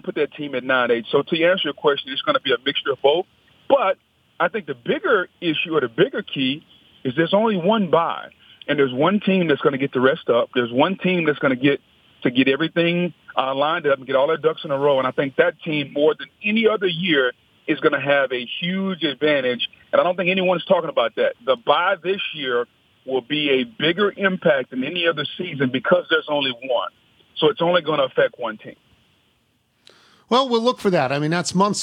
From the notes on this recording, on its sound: Phone in with their picks. Calls in to pick games.